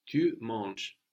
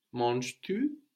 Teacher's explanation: That last E-S isn't pronounced at all.